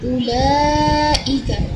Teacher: ہمیں چار الف کے برابر ضرور رکھنا ہے